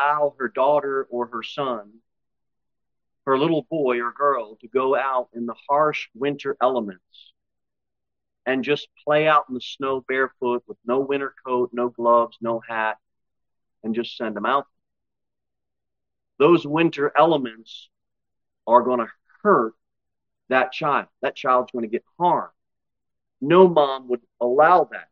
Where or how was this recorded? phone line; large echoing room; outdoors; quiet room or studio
large echoing room